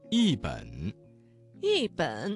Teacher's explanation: 这个词当中的一字在3声之前变成了4声 · Term: 语流音变